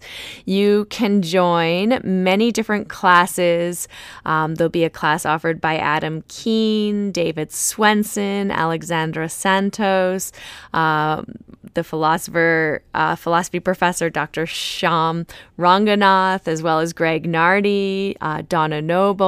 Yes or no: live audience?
no